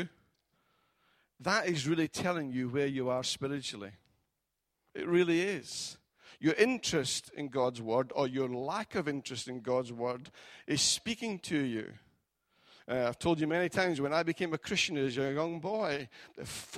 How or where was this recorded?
large echoing room